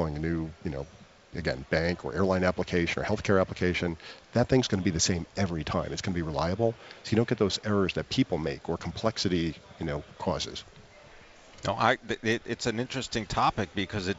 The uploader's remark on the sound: Live from the 2017 Red Hat Summit in Boston